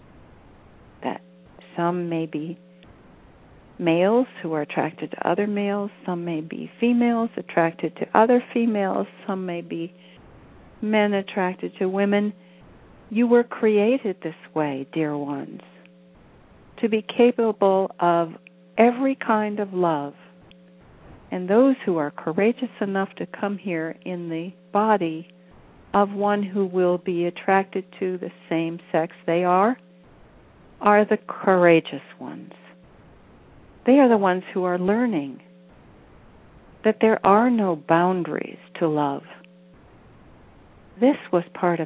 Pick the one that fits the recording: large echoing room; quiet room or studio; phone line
phone line